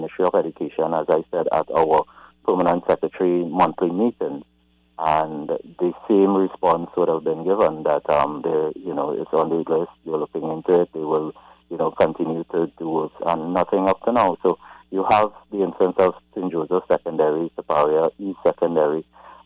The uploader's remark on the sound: During this hour we take calls from our audience